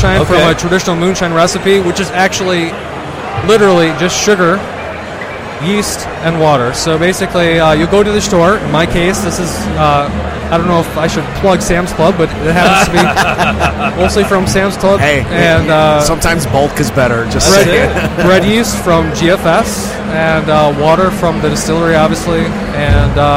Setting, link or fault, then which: setting, busy venue